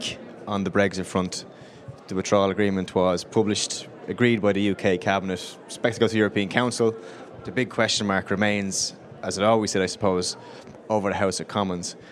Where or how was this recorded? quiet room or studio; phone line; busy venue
busy venue